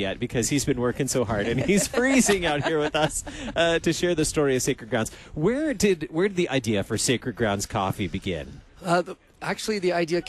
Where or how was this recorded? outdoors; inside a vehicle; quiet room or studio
outdoors